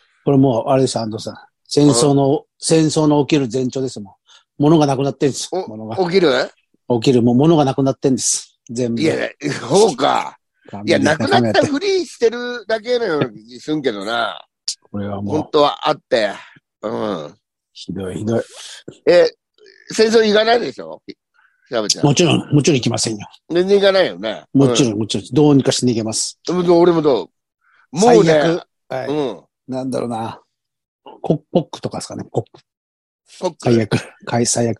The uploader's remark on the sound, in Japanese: ZOOMで収録。